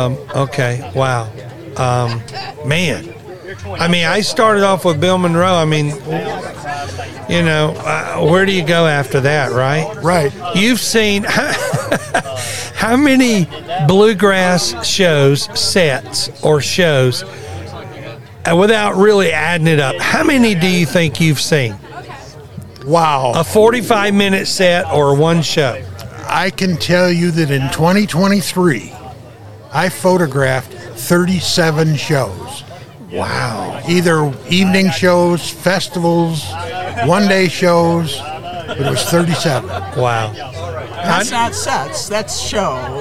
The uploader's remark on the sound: LIVE at the Evans Media Source, LLC The Palatka Bluegrass Festival